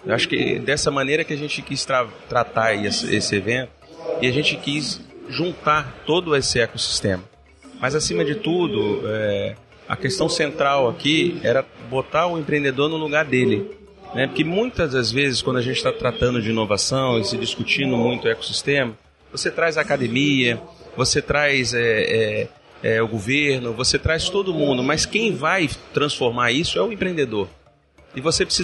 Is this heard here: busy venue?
yes